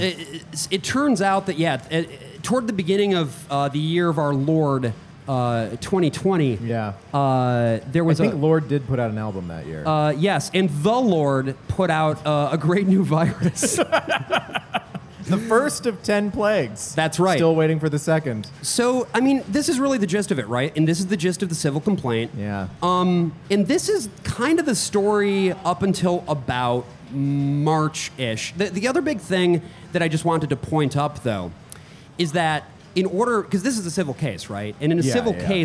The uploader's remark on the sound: LIVE at New York City Pinball Championships 2022!